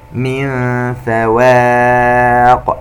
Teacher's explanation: النون عند الفاء إخفاء ونرقق الواو، ننتبه فاء فواق لأنها من أحرف الاستفال.